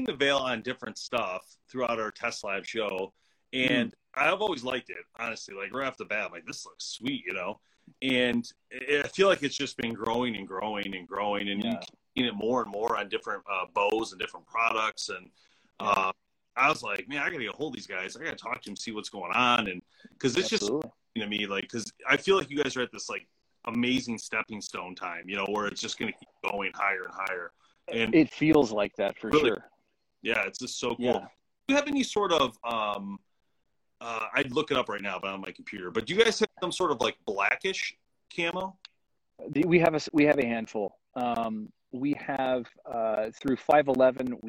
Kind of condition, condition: link, video call